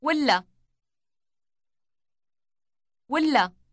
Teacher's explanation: Note that the L sound is doubled in length.